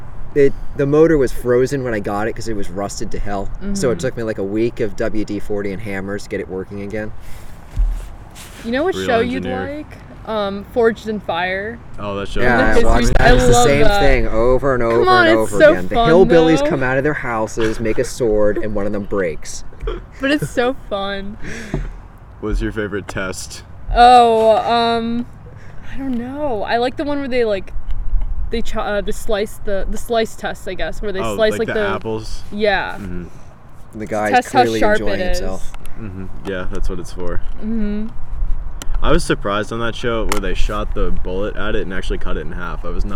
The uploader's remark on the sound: Yes it was windy, there are some funny sounds. There was a technical error.